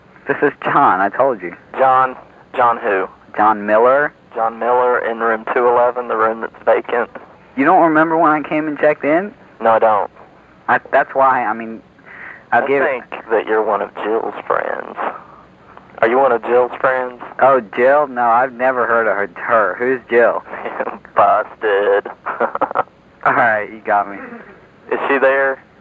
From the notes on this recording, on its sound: RBCP's Personal Prank Phone Calls Collection